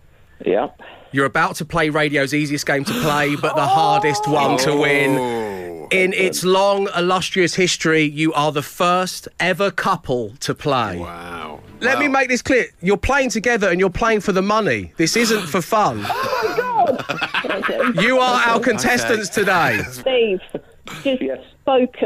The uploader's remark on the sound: back on the phone